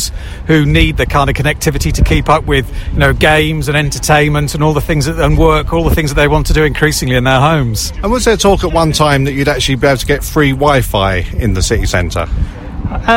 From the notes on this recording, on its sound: Live from Milton Keynes train Station.